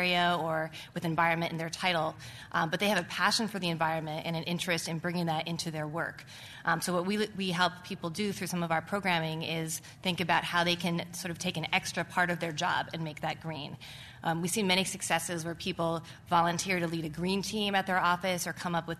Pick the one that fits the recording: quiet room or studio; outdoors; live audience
live audience